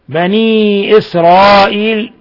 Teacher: بني إسرائيل هذا منفصل حيث انفصلت الهمزة عن حرف المد في كلمة أخرى يمد من 4 إلى 5 حركات، ولفظ إسرائيل مد متصل يمد من 4 إلى 5 حركات. · Term: مد منفصل